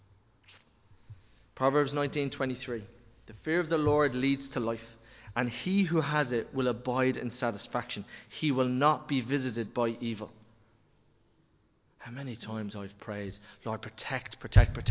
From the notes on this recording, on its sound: Recorded live in Liberty Church on 23 January 2023